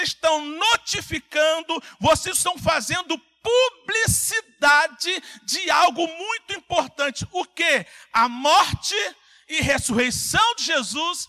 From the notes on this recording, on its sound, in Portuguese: CULTO AO VIVO – SANTA CEIA